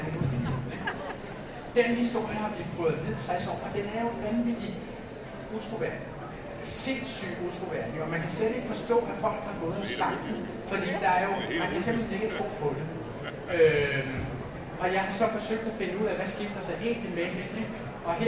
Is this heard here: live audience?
yes